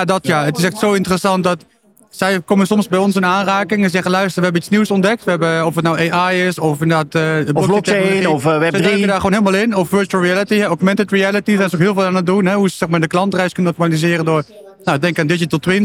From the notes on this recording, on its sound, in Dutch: Deze podcast is opgenomen tijdens de PROVADA.